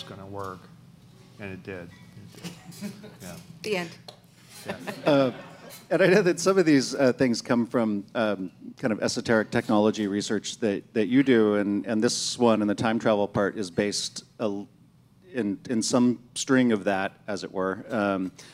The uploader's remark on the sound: In a special daytime event. As part of The Long Now Foundation's “Conversations at The Interval” Salon Talks. These hour long talks are recorded live at The Interval, our bar, cafe, & museum in San Francisco.